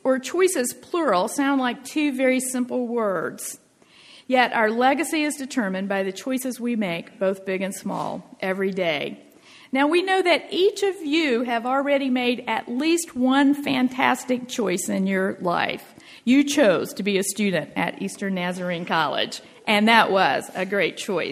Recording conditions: large echoing room